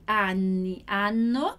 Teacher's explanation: Aqui a gente tem essa palavra anni, que é bastante importante a gente falar os dois N's aqui